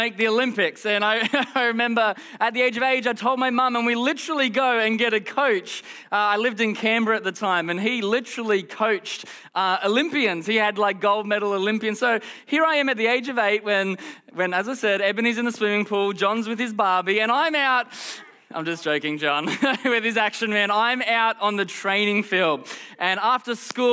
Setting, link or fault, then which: setting, large echoing room